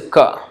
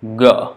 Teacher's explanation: It's not g, it's k. K is unvoiced. G, then you make it from the deeper part of the throat.